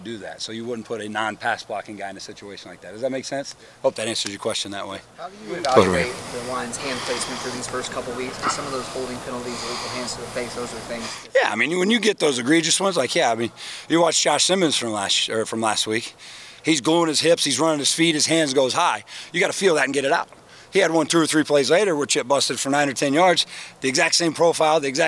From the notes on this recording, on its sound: Unedited audio from Ohio State offensive line coach and run-game coordinator. From his media availability session.